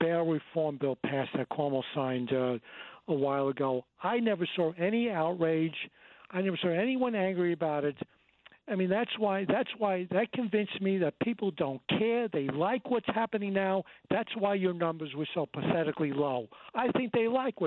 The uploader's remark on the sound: open up the phones for anything and everything